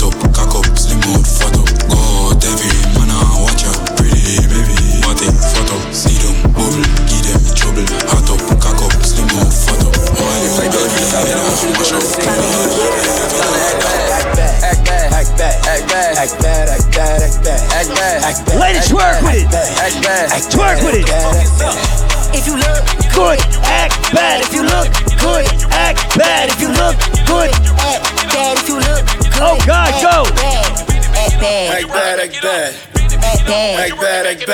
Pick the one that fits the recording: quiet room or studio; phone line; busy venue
busy venue